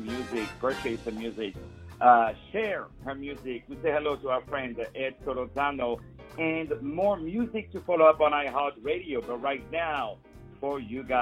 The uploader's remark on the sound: On the phone